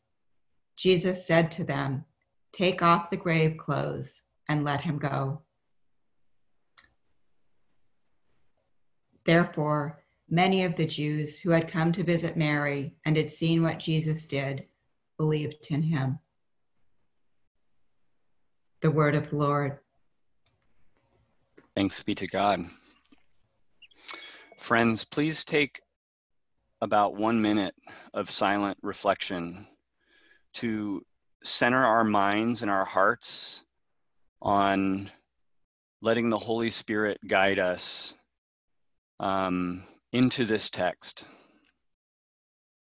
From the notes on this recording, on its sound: This is our first podcast from our new Zoom format for Sunday worship services during the COVID-19 pandemic. Enjoy a song at the beginning.